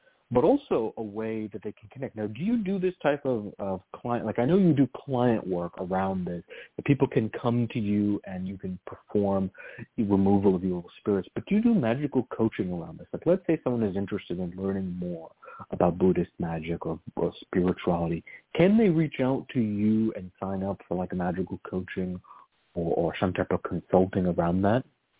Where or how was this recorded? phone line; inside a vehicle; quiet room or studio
phone line